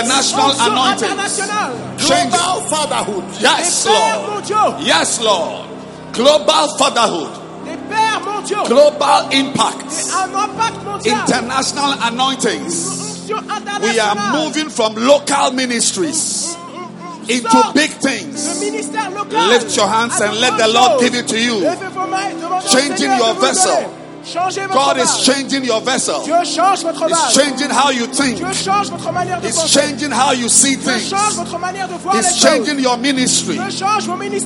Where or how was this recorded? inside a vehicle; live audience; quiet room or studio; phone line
live audience